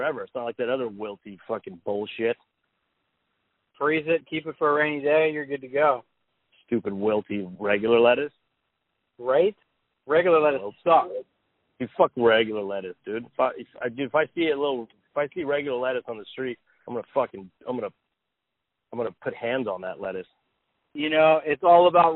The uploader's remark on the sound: gets on the phone with his close friend